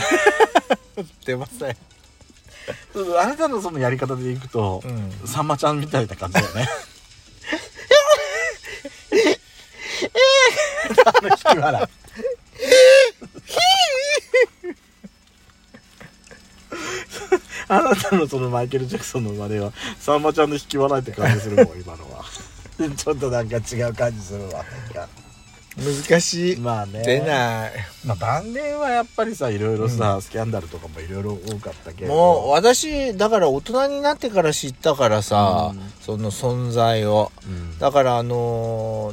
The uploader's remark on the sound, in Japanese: Radiotalk。パーキング収録。